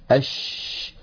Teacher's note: أما الصفات التي لا ضد لها فقد اتصفت الشين بواحدة منها، وهي صفة التفشي، صفة التفشي، وكنا قد شرحناها في درس خاص. ونقول التفشي هو انتشار صوت الشين من مخرجه، يعني من وسط اللسان، حتى يصطدم الصوت الخارج بالصفحة الداخلية للأسنان العليا. أش لما نقول أش يبدأ صوت الشين من مخرجه، يعني من وسط اللسان، ثم يتابع الصوت خروجه فيصطدم بالصفحة الداخلية للأسنان العليا، فينشأ عن هذا العمل كله انتشار لصوت الشين في أرجاء الفم ويتابع خروجه خارج الفم.